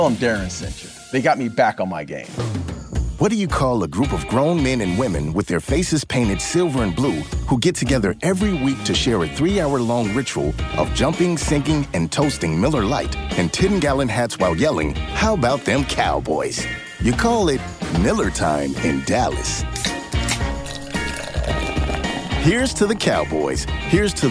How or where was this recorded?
busy venue